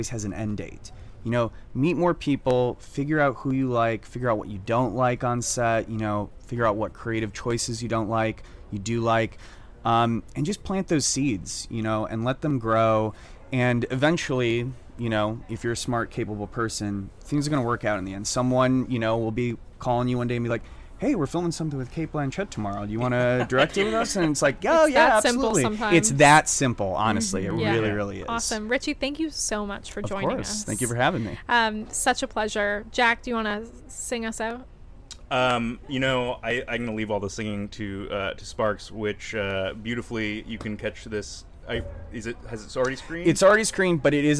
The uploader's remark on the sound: We are live, on-location at the TCL Chinese Theatre for the 19th annual Oscar Qualifying HollyShorts Film Festival , as the official podcast partner. Entirely shot on an iPhone with no crew.